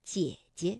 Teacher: 但是当连读的时候，第一个姐呢，我们就把它读成21 · 第二个姐呢，就要变成轻声了，读得短促而轻 · Term: 赏声